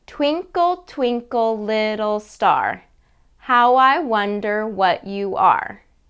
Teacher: Stress, unstress, stress, unstress, stress, unstress, stress.